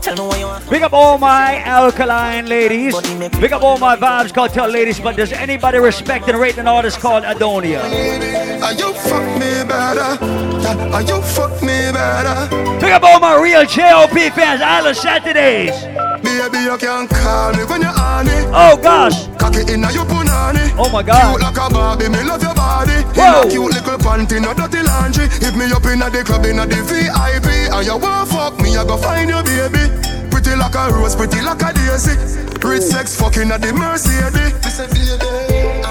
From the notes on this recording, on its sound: LIVE AUDIO. LIVE AT ISLAND SATURDAYS ON JUNE 17TH.